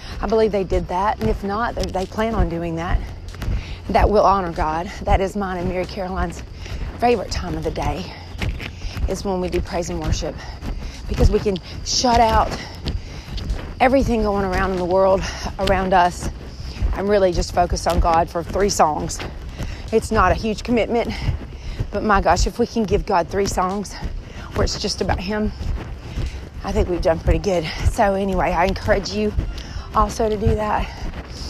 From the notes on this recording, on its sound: Please forgive the sound of my shirt rubbing up against my phone.